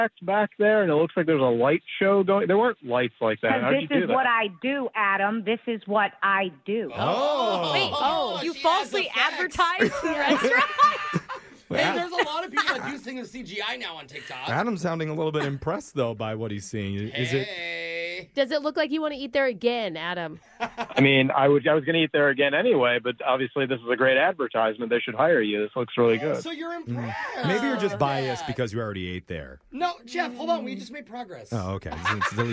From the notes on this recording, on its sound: The listener on the phone